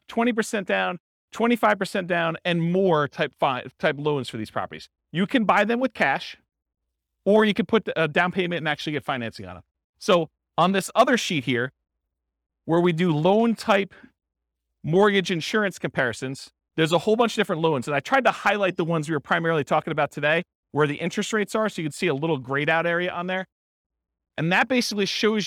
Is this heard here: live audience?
yes